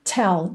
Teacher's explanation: Tell tem um arzinho nesse T, tá?